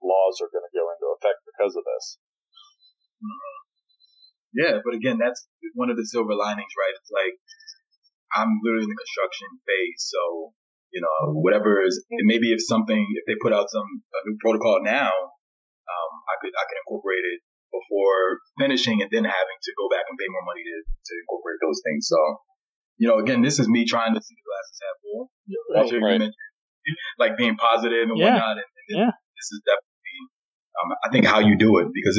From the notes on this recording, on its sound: Sorry for the subpar audio quality.